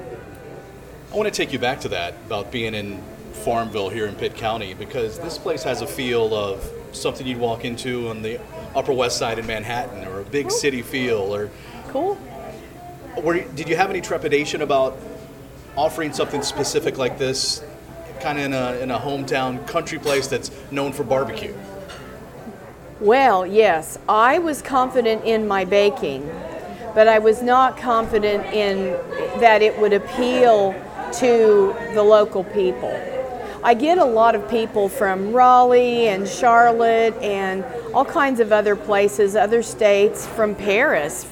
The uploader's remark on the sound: visits Café Madeleine to chat with owner